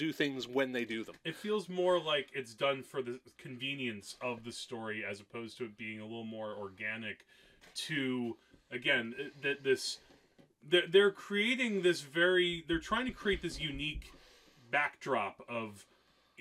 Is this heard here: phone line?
no